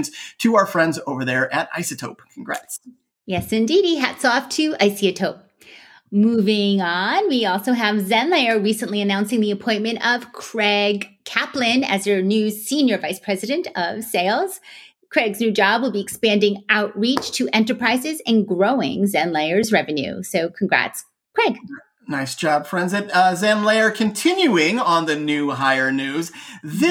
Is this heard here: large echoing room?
no